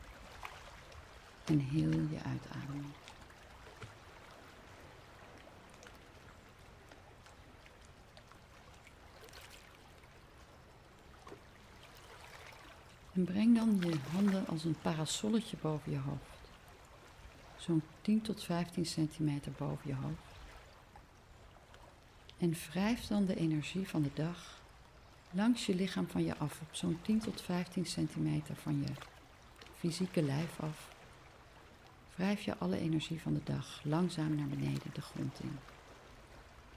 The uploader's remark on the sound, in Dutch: In deze podcastaflevering neem ik je mee naar het baaitje waar ik terecht kwam tijdens een prachtige wandeling over het kustpad langs de Costa Brava. Ik zat daar helemaal alleen, met alleen het geluid van de zee op de achtergrond.